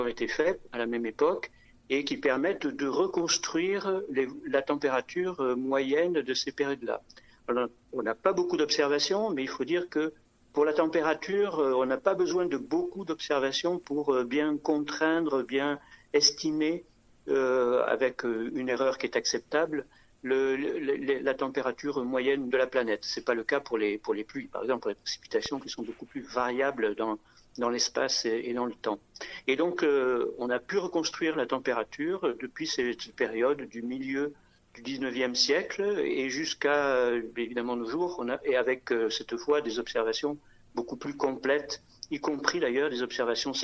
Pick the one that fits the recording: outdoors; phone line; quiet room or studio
phone line